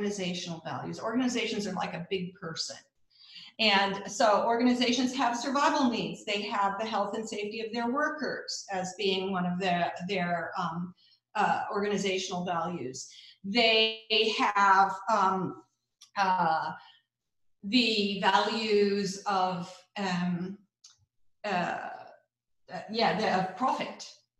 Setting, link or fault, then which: link, video call